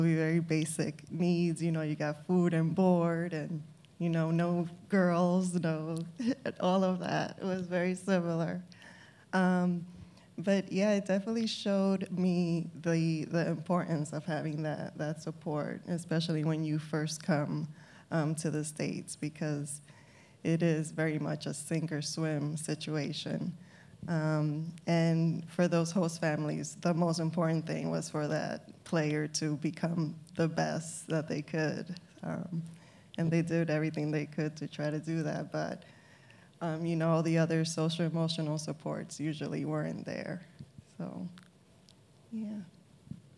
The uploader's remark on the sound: We hosted our first LIVE, in-person podcast episode after the screening of the film, Sugar, at The Little Theatre. The recording was provided by The Little Theatre staff.